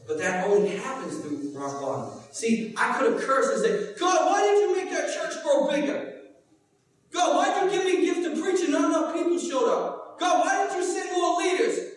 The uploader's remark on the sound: Preached at Restoration Road church on March 19, 2017.